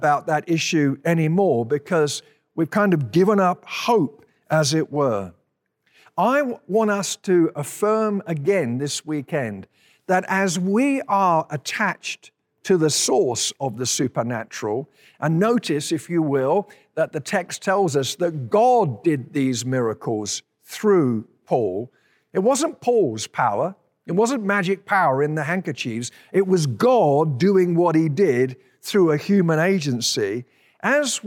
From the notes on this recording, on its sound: At Timberline Church. Live.